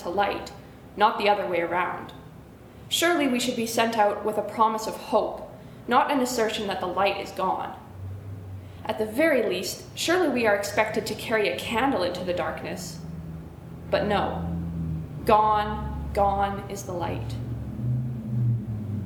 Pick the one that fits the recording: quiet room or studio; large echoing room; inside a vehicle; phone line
large echoing room